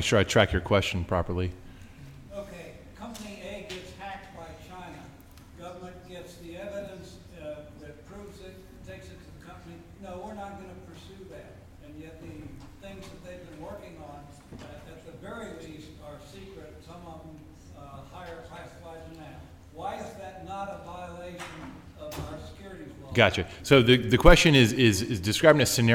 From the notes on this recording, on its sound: Live episode! We recorded this morning before a live audience at the University of Texas School of Law reunion weekend. It was a packed house of terrific alumni.